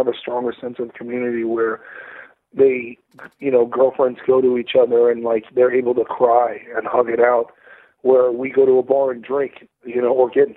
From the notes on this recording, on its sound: got on the phone